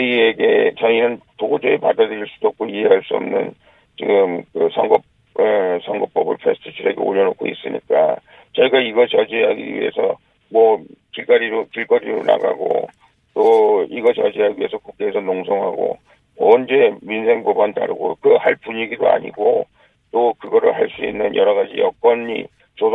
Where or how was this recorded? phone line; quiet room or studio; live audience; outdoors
phone line